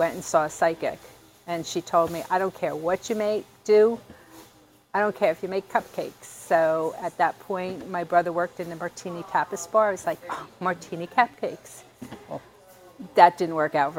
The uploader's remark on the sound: Leroy James Farmers’ Market in Greenville. Visits the Leroy James Farmers Market in Pitt County. He's chatting with the manager and two vendors about what makes the year-round market a destination in Eastern NC.